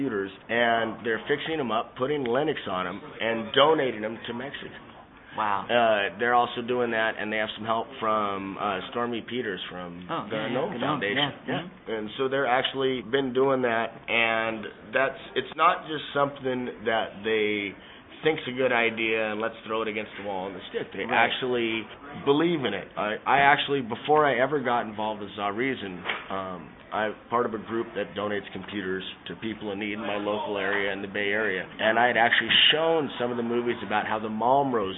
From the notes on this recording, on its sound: recorded at SELF 2010